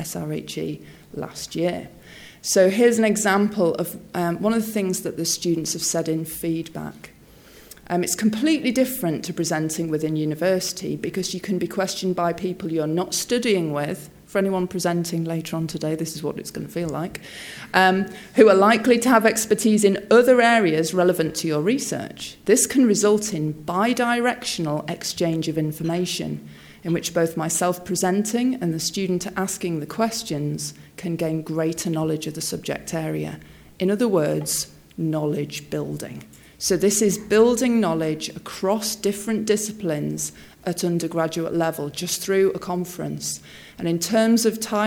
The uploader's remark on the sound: speaks at SRHE Newer and Early Career Researchers Conference 2016